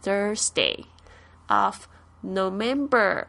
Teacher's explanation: 记得这个 th 的发音是这个 th 加上 ur 这个卷舌音